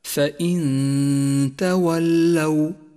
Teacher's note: هذه الغنة يشترك فيها الخيشوم ومخرج حرف التاء متجافيا عنه قليلا، أي هكذا فإن تولوا. وغنة الإخفاء هنا غنة مرققة لأن الغنة تتبع ما بعدها في الترقيق والتفخيم